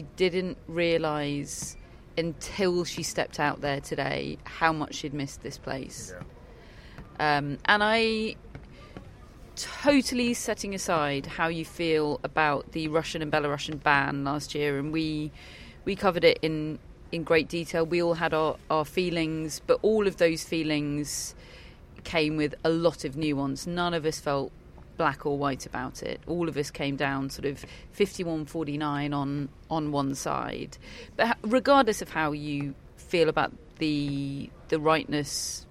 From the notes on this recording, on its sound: Live from Wimbledon Day 2. Rain return.